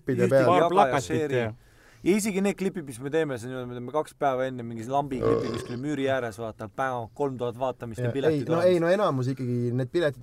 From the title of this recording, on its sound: live from praamipealt